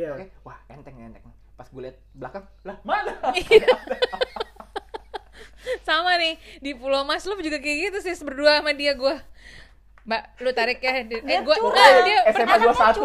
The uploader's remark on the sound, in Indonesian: mohon maaf episode kali ini bakal kurang enak didengar, karna ada suara kresek-kresek yang ga enak didengar